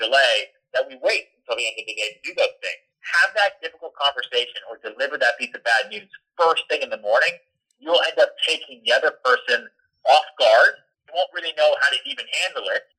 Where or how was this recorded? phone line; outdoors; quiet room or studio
phone line